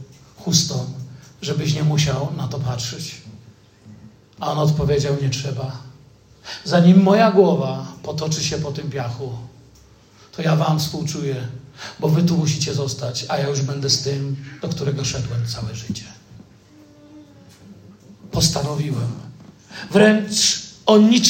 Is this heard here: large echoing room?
yes